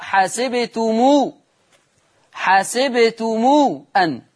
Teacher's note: قرأ ورش بصلة ميم الجمع في لفظ حسبتم